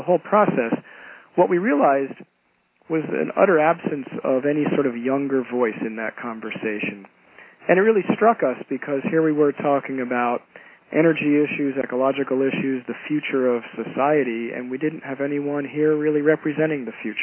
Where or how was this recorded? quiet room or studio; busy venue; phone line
phone line